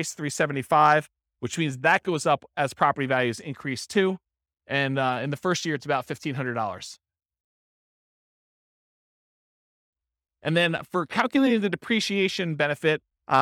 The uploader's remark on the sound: This was a live class recorded